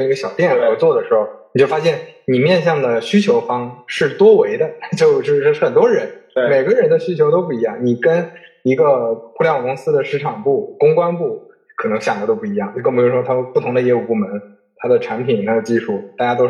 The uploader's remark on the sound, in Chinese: 本期收音环境不佳，建议尽量公放、或将耳机音量调低一点点收听。